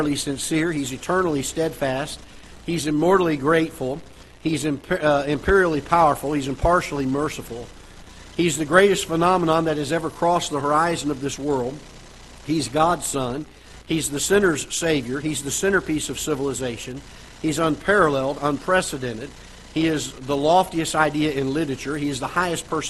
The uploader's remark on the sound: Ketha Heights Baptist Church ~ Live Broadcast